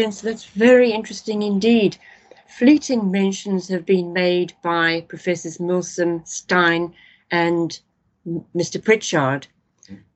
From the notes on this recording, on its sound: The interview was recorded online